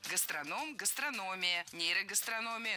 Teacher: Во всех этих словах ударение ставим на третий с конца слог. Перед «ия».